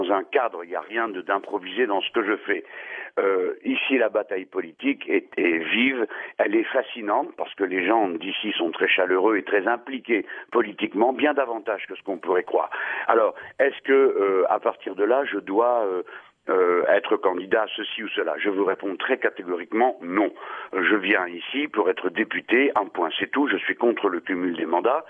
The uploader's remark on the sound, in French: Il a r&#233;pondu par t&#233;l&#233;phone. Interview dans la matinale de France Bleu Nord. Il a répondu par téléphone.